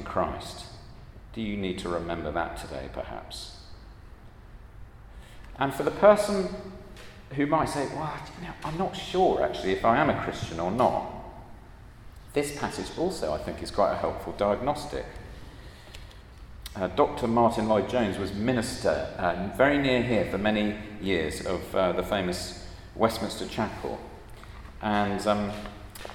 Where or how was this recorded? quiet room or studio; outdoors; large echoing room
large echoing room